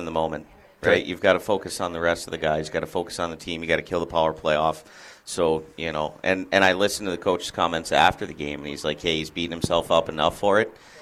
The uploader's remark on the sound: LIVE FROM CEDARS